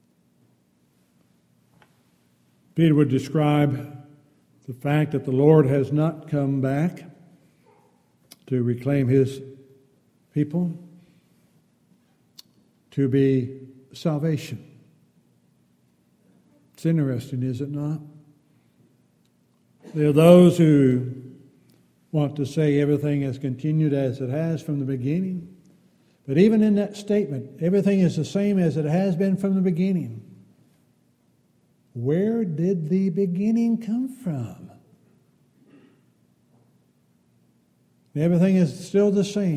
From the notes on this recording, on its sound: Downtown Church Of Christ Audio Sermon